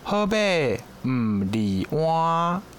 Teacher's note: 特别注意第二句的“离”是第七声变调变作第三声